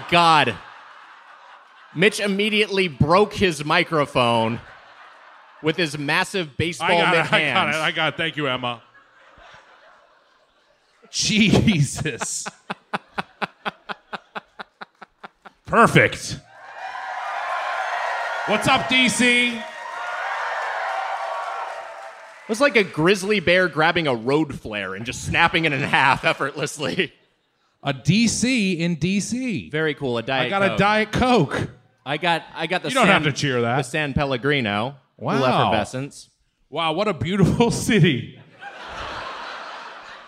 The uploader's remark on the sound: Recorded live at the 9:30 Club in Washington DC.